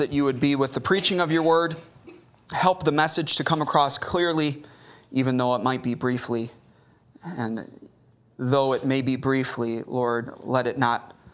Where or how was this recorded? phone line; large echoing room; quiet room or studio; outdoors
large echoing room